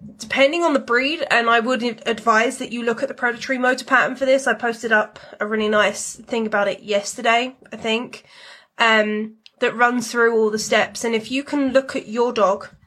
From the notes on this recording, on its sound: This episode comes from an instagram live